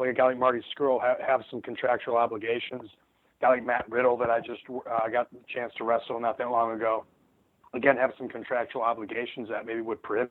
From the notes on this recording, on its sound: This is the full audio from the Impact Media call earlier today